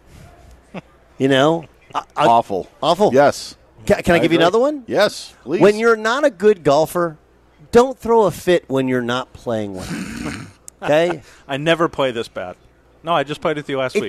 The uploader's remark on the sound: broadcasts live from the US Open at the Los Angeles Country Club